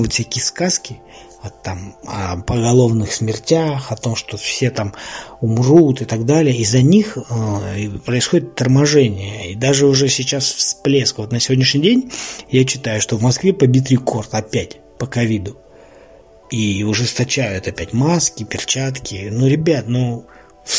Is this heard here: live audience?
no